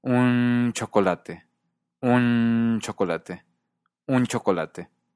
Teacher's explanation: La ch tiene un sonido palatal. Así que en un chocolate, la N se vuelve como ñ.